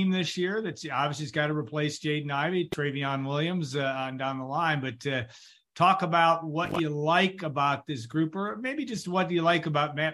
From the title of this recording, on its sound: Birthday Zoom